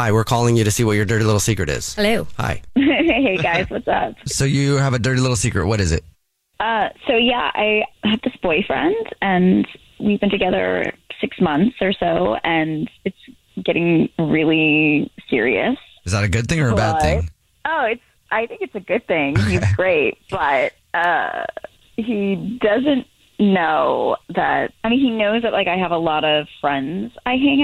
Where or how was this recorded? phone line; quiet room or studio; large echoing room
phone line